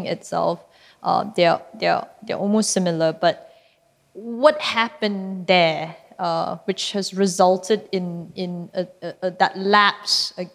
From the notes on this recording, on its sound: Recorded live in December 2018 at National Gallery Singapore , as part of the exhibition Minimalism: Space.